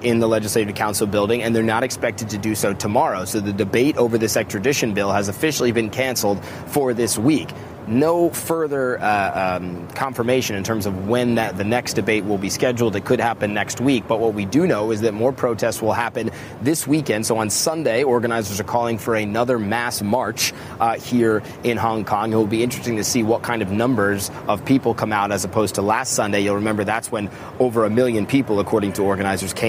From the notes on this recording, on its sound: live from the New York Stock Exchange